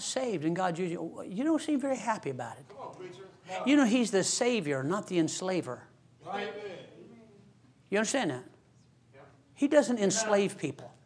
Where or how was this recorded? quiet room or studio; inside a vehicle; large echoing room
large echoing room